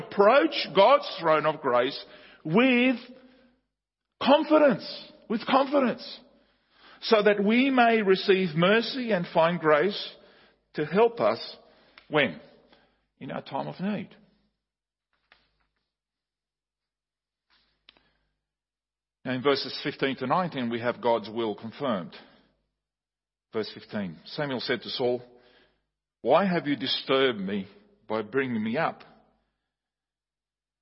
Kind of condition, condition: setting, large echoing room